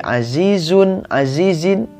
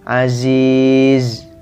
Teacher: Contoh seperti lafaz azizan, azizin, azizun maka hakikat penulisannya adalah seperti ada nun di akhir kalimat. Dan ketika wakof si nun itu dihilangkan · Shown in: second take · Contoh seperti azizun, azizin, ketika wakof dibaca sukun.